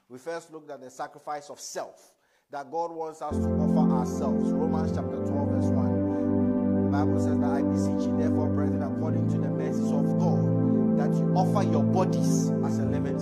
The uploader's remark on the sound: Message preached at ICGC Rehoboth Temple - Toronto